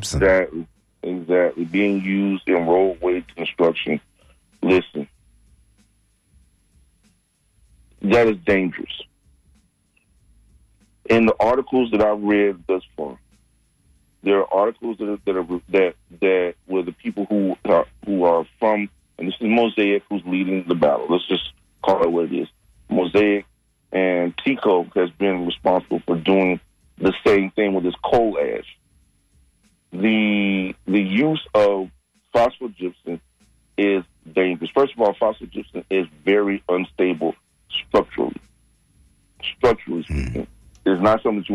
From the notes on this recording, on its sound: unique magazine format call-in show